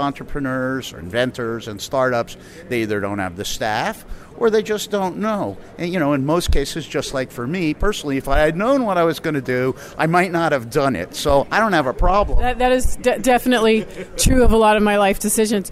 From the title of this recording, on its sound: The Tech Cat Live From CTA'S Innovate! and Celebrate 2016.